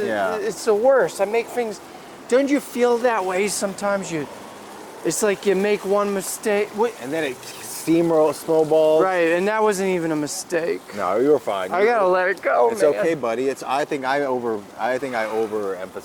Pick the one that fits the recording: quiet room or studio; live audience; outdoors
outdoors